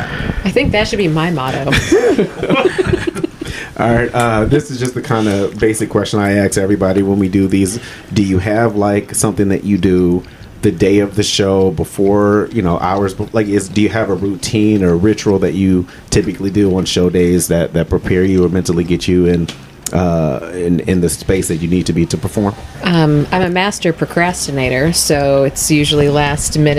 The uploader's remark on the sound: Before The Stage (BTS) is where comedians/ performers talk right BEFORE taking the stage to perform. Less than 30 minutes before a show at Mason City Brewing (Mason City, IA) for my free monthly comedy show #MCBC.